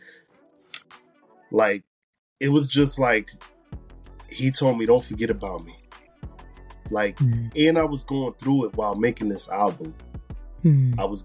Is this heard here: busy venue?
no